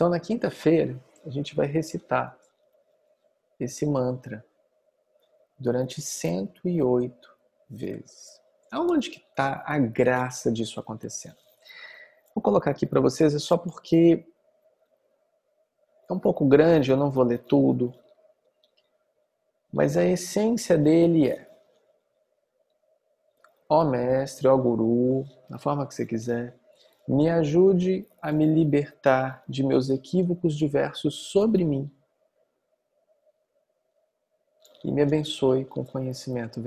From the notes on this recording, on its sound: Online via Zoom